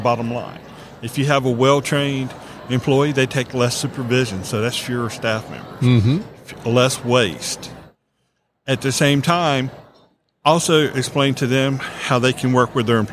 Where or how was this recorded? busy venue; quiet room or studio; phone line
busy venue